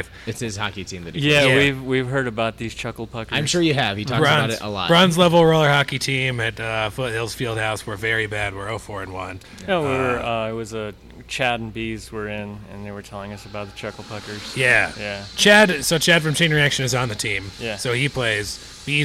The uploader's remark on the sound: This week we visit Coal Mine Ave Brewing in Littleton, Colorado